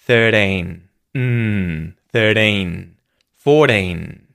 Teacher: you need to make sure that you're making that E sound a little longer than in the comparison with, say, 30, 40, 50, and you need that N sound at the end. · Term: vowel length